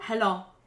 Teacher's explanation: don't say the W after hello